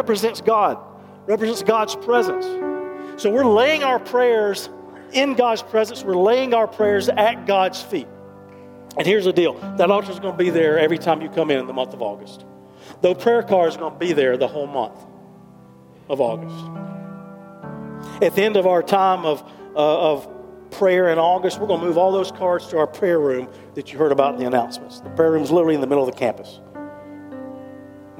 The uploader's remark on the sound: recorded live at Covenant